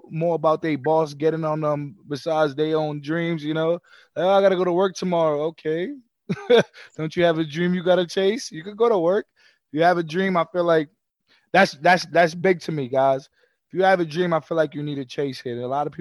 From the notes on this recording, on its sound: using ZOOM Video Conference